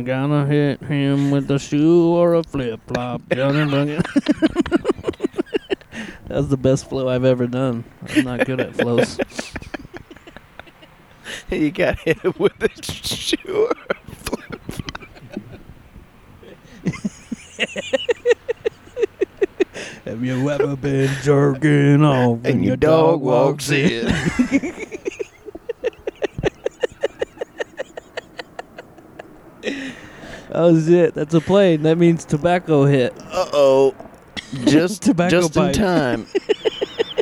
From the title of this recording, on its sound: Night Time Outside Podcast